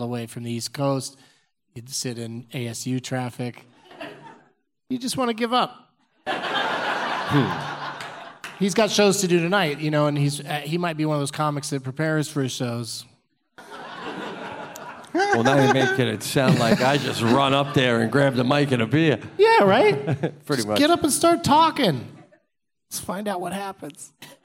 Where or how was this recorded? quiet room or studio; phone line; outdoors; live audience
live audience